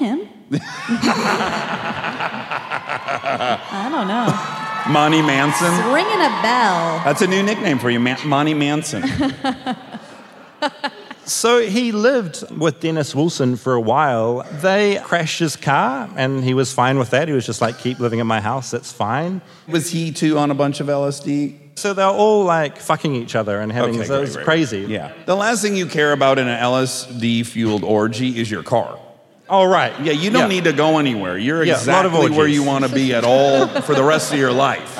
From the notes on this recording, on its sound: Armchaired & Dangerous Live from Los Angeles at the Wiltern.